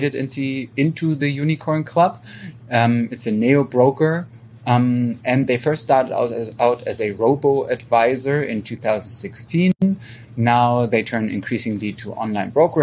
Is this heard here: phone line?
no